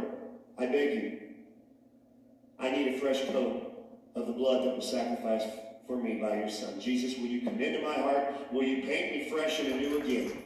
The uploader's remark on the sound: Sound issues week #2 of shut down.